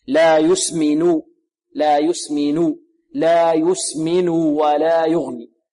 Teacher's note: ليس الإتيان به حركتين لا إشباع الضم يعني إعطاء الضمة قدرها يعني إشباع ضمة خالصة يعني ضمة كاملة